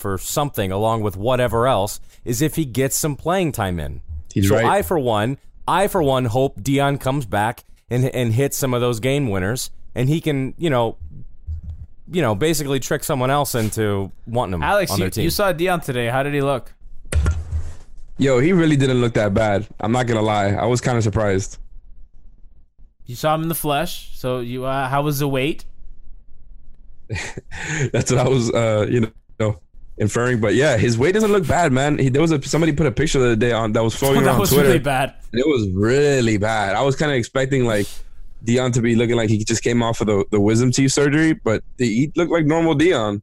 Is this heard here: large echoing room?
no